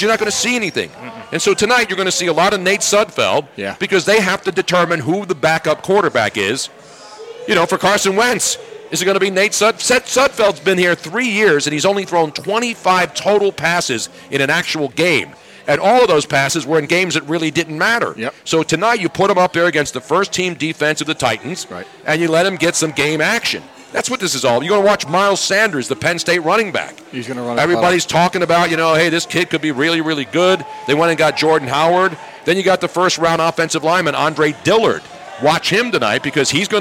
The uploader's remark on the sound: Live from the Triumph Brewery. We were LIVE in New Hope PA at the Triumph Brewery for the Chiefs #StanleyCup celebration!